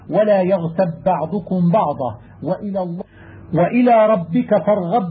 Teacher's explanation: وإذا تكررت الباء والأولى ساكنة لم يكن بد من الإدغام والتشديد البالغ